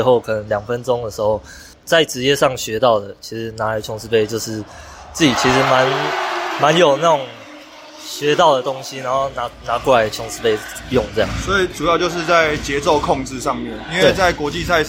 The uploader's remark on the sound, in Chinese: 現場錄音訪談